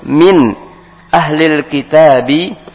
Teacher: nun mati ketemu huruf hamzah, maka dibaca izhar, dibaca jelas